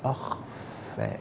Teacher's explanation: أخفى سبحان الله تلاقي مكان الصوت فين بتاع الخاء في الحلق جوه، كأنه مخبي حاجة جوه في العمق، أخفى الفاء فيها الهمس